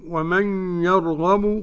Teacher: قرأ خلف عن حمزة بعدم الغنة